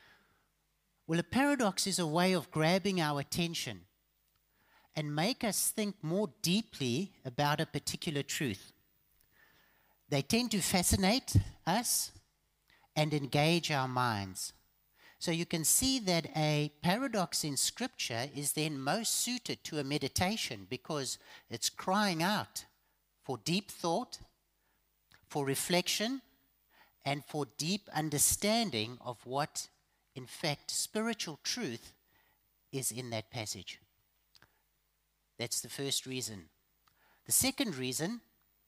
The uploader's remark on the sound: Evening Worship Service